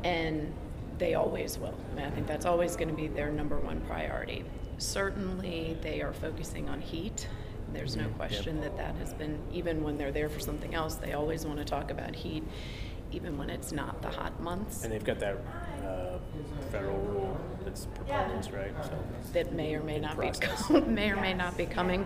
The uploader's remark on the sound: This interview was recorded at the NSC Safety Congress in New Orleans in October.